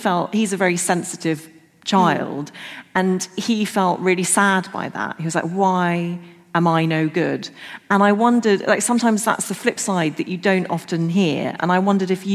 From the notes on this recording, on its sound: How To Fail LIVE. This episode was recorded live at Shoreditch Town Hall.